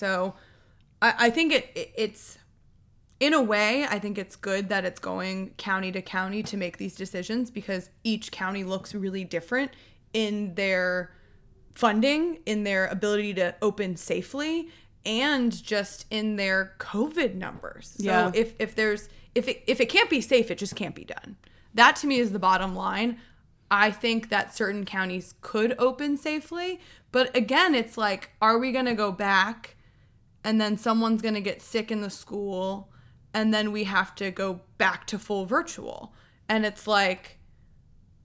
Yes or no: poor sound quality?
no